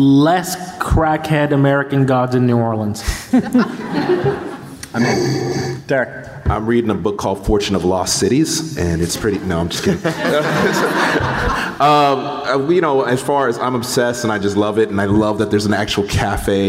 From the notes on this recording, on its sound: Recorded at San Diego Comic Con, July 19, 2019. Writing the Rules of Magic panel.